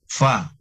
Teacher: Namanya huruf bibir ya, fa. Jadi gigi atas ketemu dengan bibir bawah